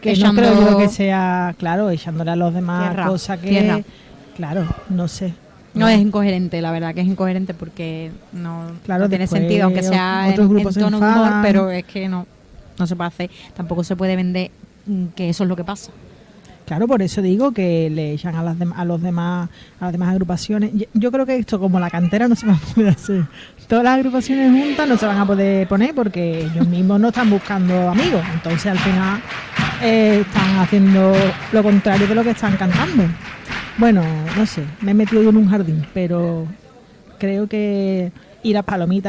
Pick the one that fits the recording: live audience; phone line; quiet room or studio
live audience